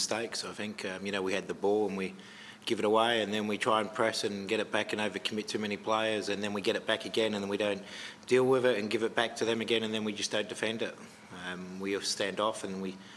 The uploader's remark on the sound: Round 17 post-match press conference